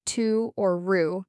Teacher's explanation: Your tongue should be high and forward in your mouth.